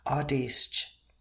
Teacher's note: the long vowel, double A, which represents the sound of ah as in father